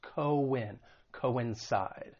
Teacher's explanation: The stress is on that third syllable, coincide. And just keep in mind the C-O-I-N, it's not pronounced as coin, two different syllables